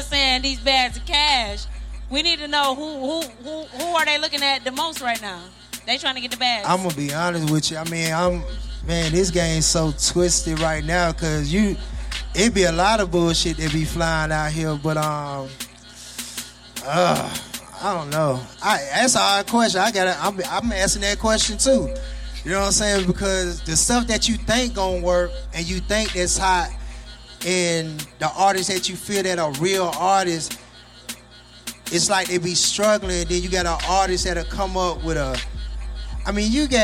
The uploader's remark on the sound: K-100 Radio was in the building broadcasting live at the ART OF RADIO showcase. In ATL.